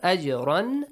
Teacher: Jim is sakin. It should be pronounced with an echoing sound.